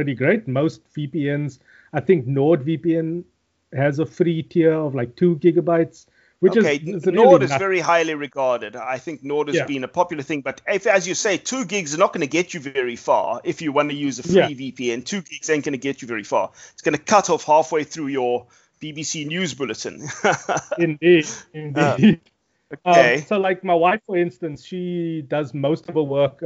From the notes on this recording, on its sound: Recorded via Skype